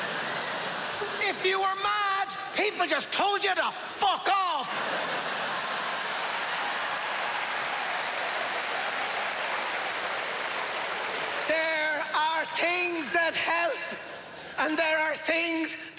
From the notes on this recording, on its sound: at the Just For Laughs Montreal Comedy Festival 2012